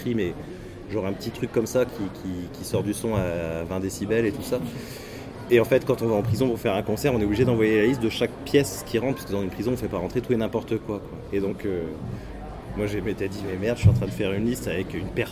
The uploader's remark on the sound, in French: Entretien réalisé en décembre 2015 avec le secrétaire général de l'association TransMusicale lors du festival